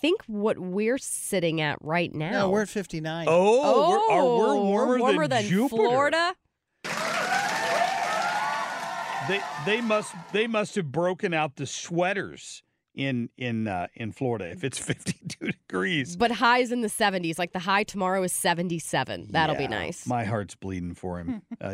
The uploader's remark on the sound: Calls in from Spring training. Live from spring training.